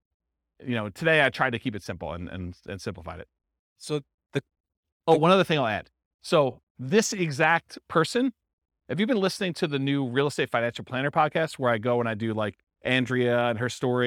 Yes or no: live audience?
yes